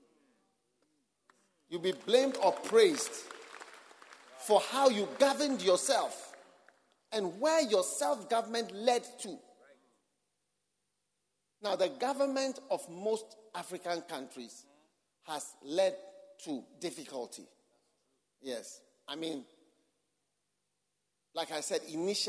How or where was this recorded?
live audience